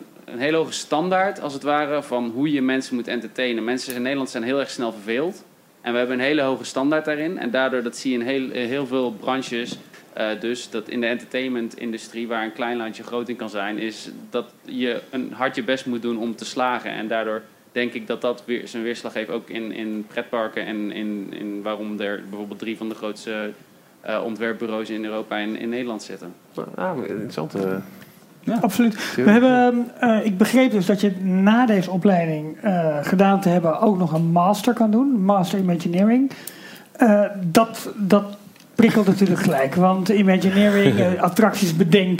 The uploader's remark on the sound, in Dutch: D-Tales On Tour, live vanaf NHTV, opleiding Attractions and Themepark Management.